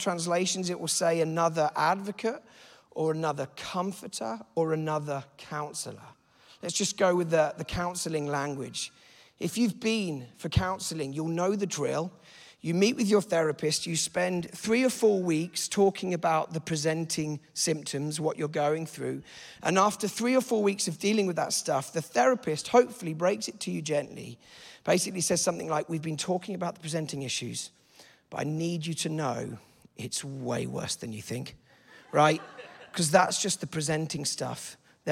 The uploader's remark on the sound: This teaching was a session out of our Encountering God Conference.